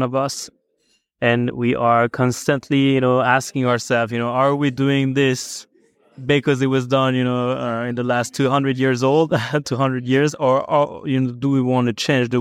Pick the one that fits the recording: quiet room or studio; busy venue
busy venue